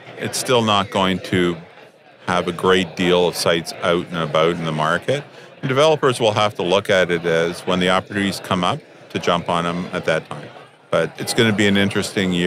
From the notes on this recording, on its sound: recorded at the Toronto Real Estate Forum